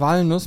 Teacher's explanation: in Bayern sagen wir Walnuss mit langem A